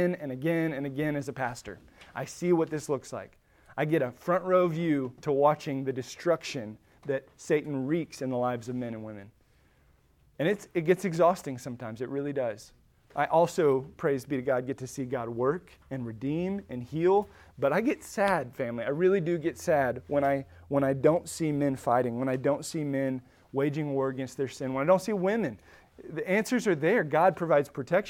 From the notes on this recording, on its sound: Recorded at Emmaus Church in Buford, GA